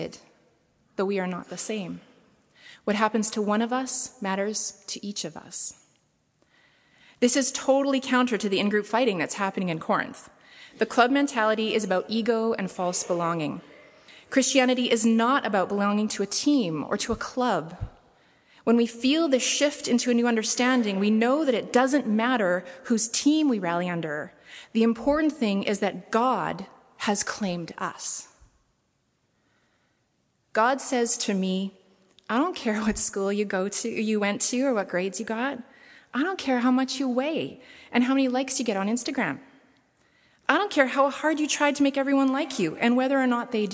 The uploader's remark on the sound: preached at saint benedict's table on January 22, 2017